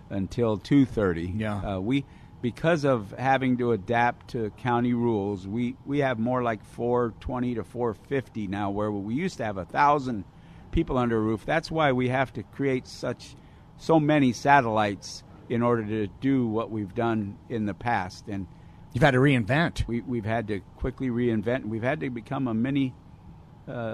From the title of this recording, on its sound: Live From Union Rescue Mission